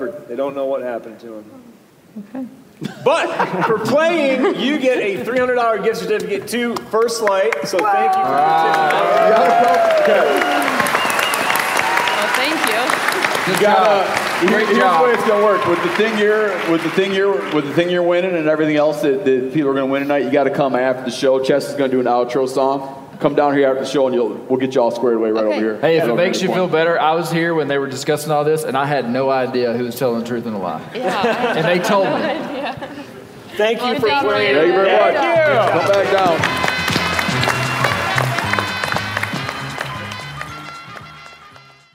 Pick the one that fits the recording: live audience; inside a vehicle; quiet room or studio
live audience